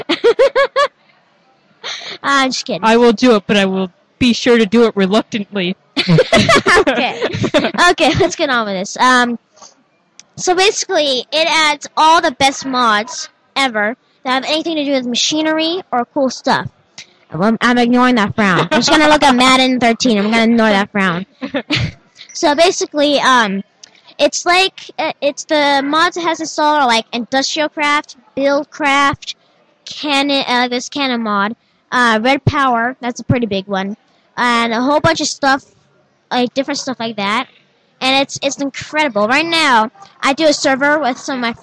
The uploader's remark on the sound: The Tech Team Live From The Microsoft Store Scottsdale Fashion Square.